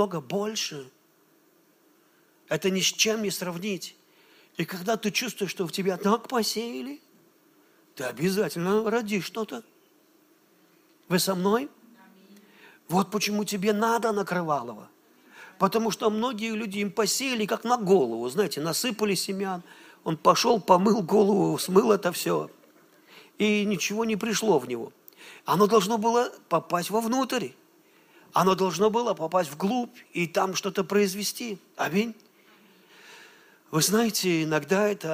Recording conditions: large echoing room